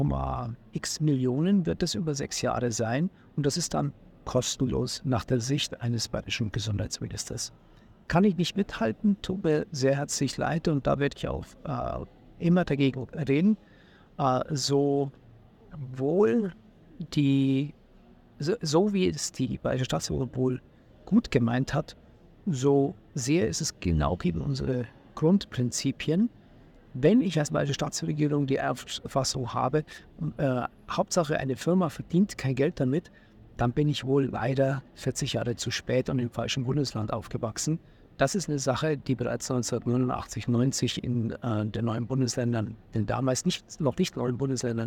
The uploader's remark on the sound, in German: live vom Deutschen Pflegetag 2023 in Berlin